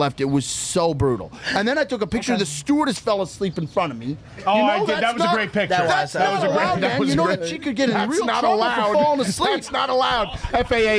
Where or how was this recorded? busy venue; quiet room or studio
busy venue